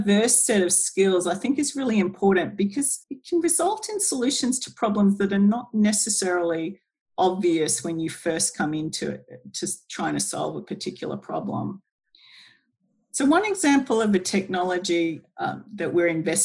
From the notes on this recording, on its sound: (via Zoom). Using the power of Zoom.